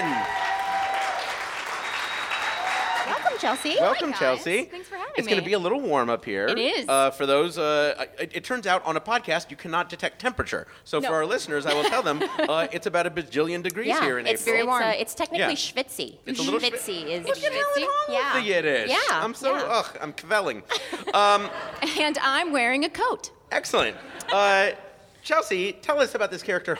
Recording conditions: busy venue